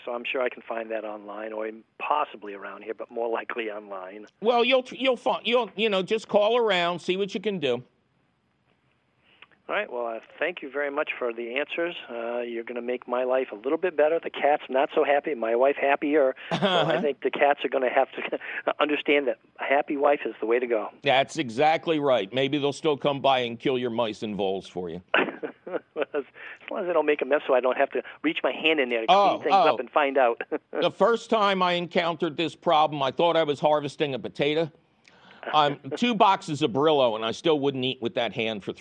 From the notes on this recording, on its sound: From the 2020 pandemic archives. Your Fabulous Phone Calls!